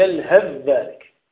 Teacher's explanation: وأدغم حفص الثاء في الذال في قوله عز وجل في سورة الأعراف